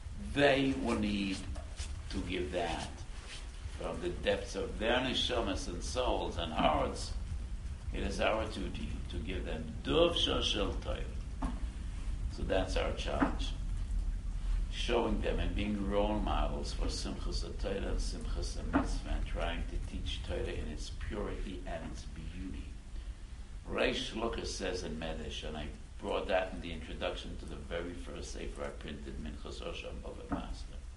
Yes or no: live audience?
yes